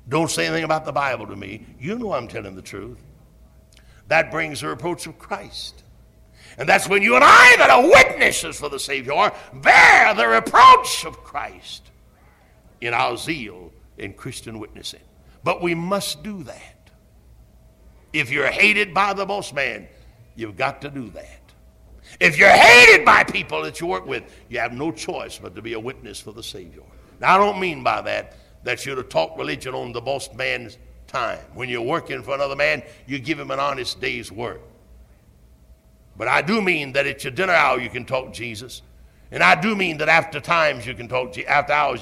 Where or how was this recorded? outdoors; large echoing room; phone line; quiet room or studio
large echoing room